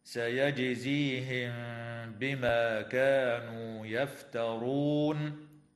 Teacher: تقلقل الجيم في كلمة سيجزيهم وتخفى الميم الساكنة مع الغنة عند الباء في قوله تعالى: سيجزيهم بما، وتنتهي الآية اتفاقا عند كلمة يفترون، ويوقف عليها من قبيل الوقف الكافي.